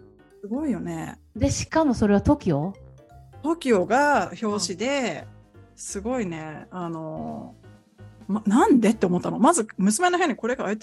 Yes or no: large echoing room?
no